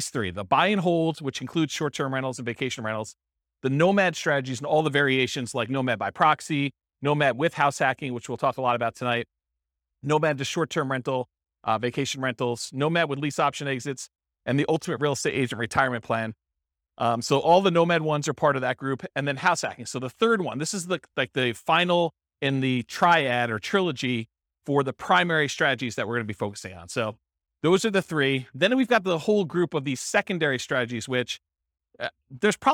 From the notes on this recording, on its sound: This was a live class recorded